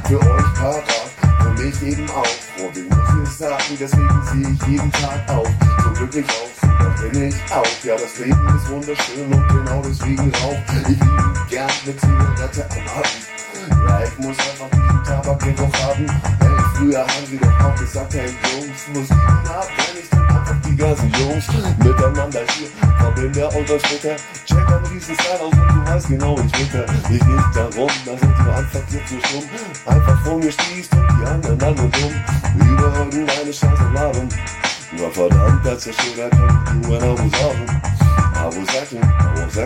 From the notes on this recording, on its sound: Freestyle session...Just beats and me. Quality is not best, because I only got beats from loudspeakers and record it with my mobile.